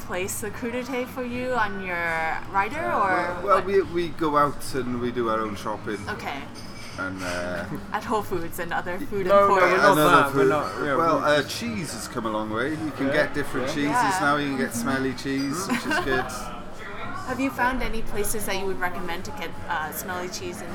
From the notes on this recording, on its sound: Recorded July 24, 2016 at the Sinclair in Cambridge, MA.